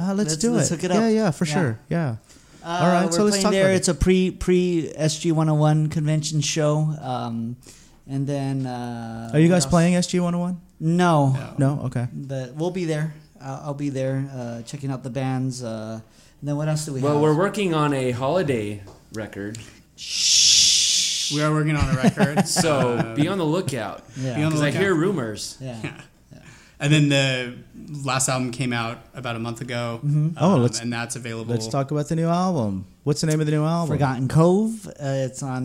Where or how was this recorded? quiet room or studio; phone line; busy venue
busy venue